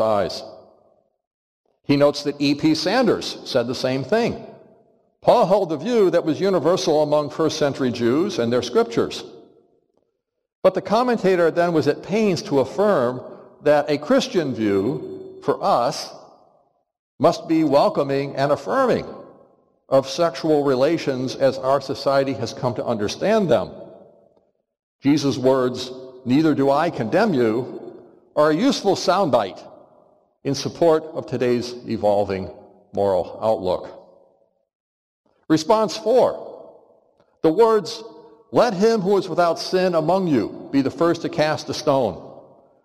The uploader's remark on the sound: Which he preached in Hodges Chapel in spring 2022. For our annual Biblical Studies Lectures.